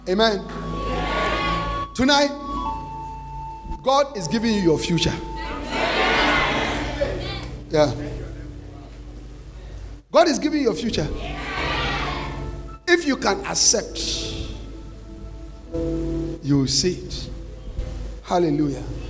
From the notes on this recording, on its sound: Preached At The Restoration And Thanksgiving Convention